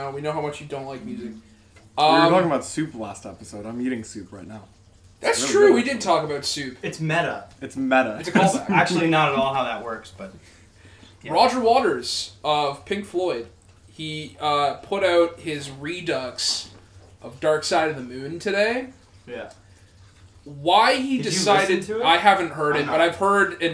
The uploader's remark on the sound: sorry for the audio on this one.